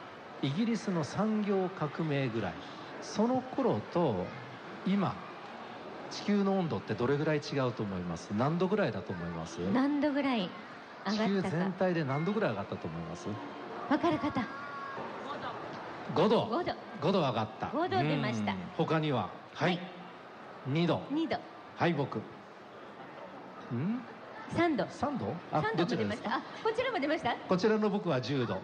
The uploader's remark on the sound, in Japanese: 公開録音：イオンモール神戸南